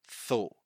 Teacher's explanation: this is the voiceless TH, because when you produce that sound, we don't feel vibration in our throat